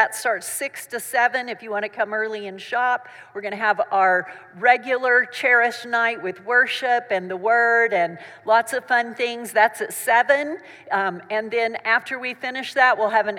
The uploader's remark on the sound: Recorded live during our Wednesday night service.